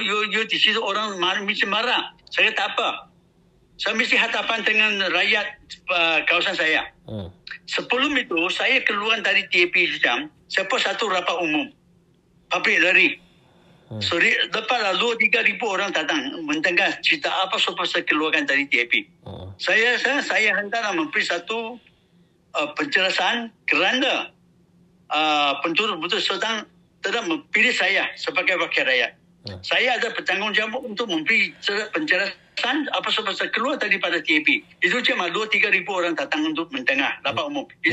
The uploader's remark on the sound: Telephone conversation on the 7th of April 2023